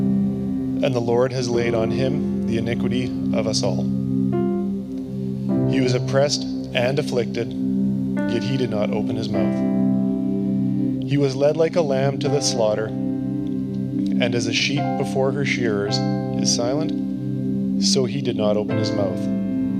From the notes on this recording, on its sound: Below you’ll find an audio only recording of our service. Cedar Valley Church.